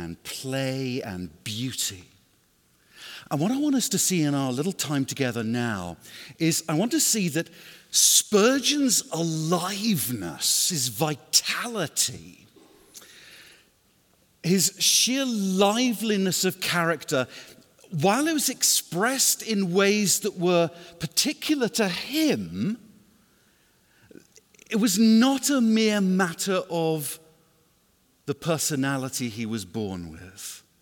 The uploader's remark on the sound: was given at Bethlehem Baptist Conference 2018